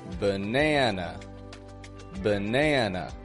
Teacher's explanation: This word has two schwas, the first A and the final A.